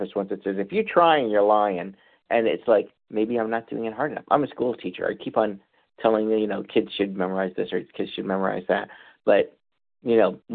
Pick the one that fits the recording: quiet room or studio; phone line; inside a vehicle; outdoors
phone line